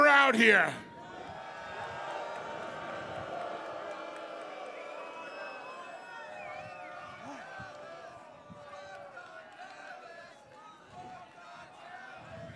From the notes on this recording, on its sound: LIVE on the Jericho Cruise. Live on the high seas of the Jericho Cruise. Facing 40 mph winds in front of a crowd of over a thousand people. Aboard what was supposed to be a 3-Hour tour.